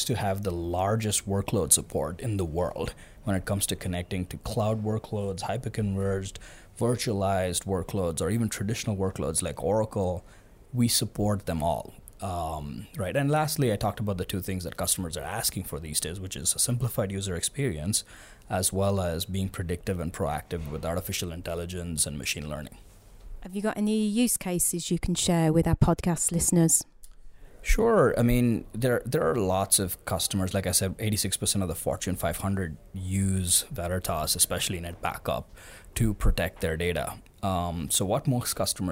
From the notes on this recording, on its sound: live from Vision Solution Day (VSD) Madrid #VtasVision